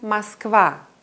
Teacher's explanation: Deswegen wird dieses A deutlich ausgesprochen. Das O in der ersten Silbe ist unbetont und wird zu einem reduzierten A. Ich sage also nicht Moskwa, sondern Moskwa.